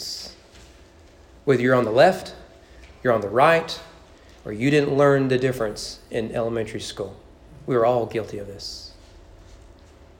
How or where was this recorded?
large echoing room